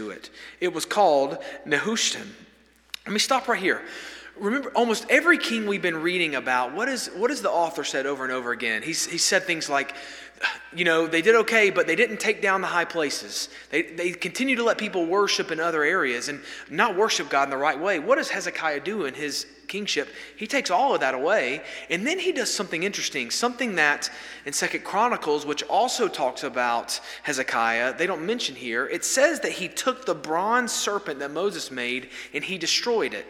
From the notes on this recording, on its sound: This sermon was delivered on November 15, 2023 at First Baptist Church Hendersonville, NC during the Wednesday night Bible study hour.